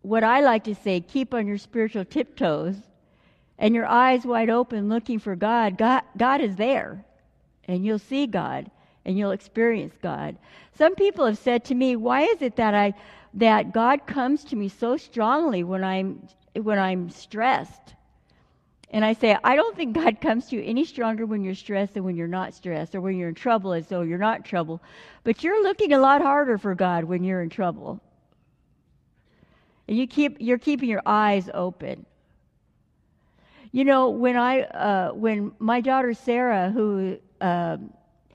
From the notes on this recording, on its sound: delivered during the Traditional Worship service